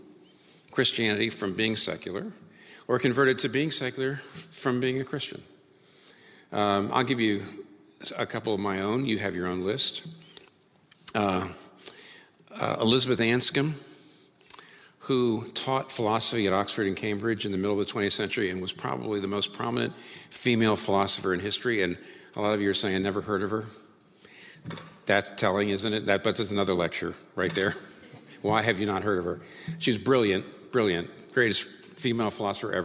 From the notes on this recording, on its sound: This talk was recorded before a live audience on March 7, 2019 in New York City.